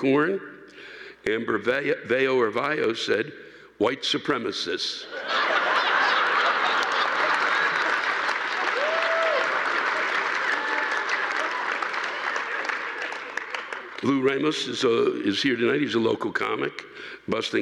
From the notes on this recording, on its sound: This week’s live rants come from the Hanover Theater in Worcester, MA on 12/8/19.